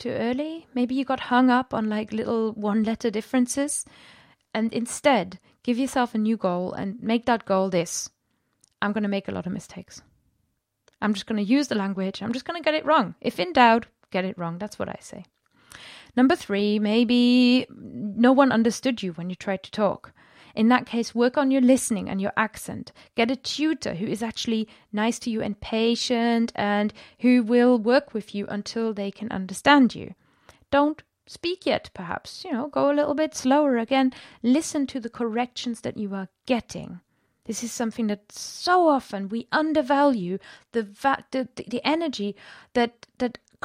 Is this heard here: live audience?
no